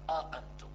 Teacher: همزتين محققات وبيناتهم ألف